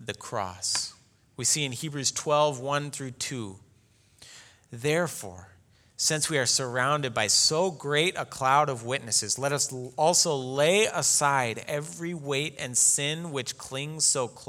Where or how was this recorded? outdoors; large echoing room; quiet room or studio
large echoing room